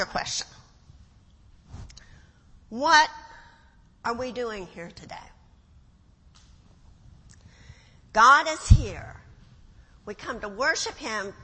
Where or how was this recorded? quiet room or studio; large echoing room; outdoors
large echoing room